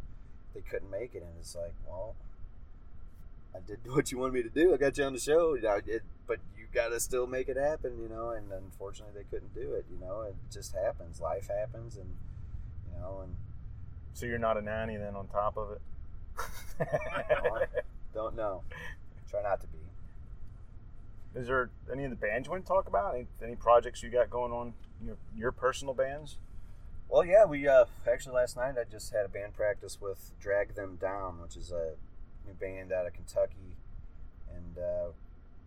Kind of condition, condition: setting, inside a vehicle